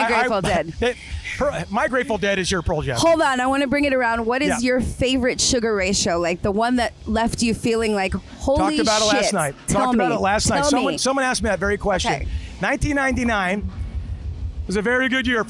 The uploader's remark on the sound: at the Beachlife Festival